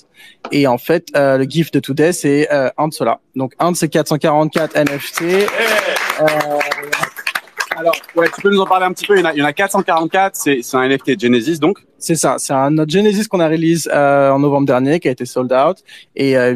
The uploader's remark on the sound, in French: En direct depuis la NFT Factory.